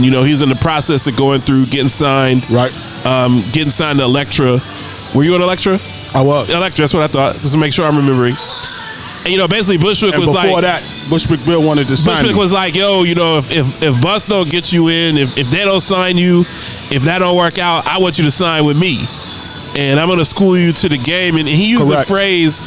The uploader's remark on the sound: Live from Dave & Buster's